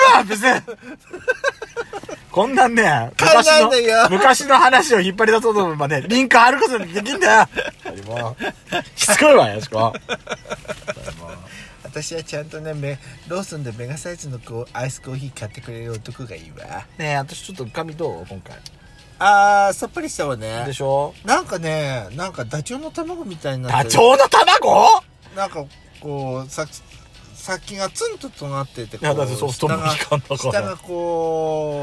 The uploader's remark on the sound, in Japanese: パーキング収録